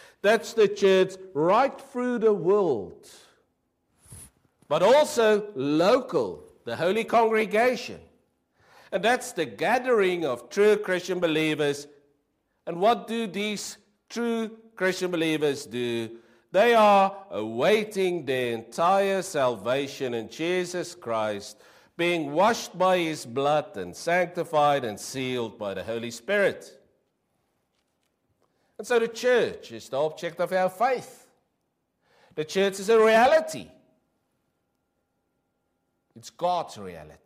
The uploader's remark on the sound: Preached 06/08/23 PM service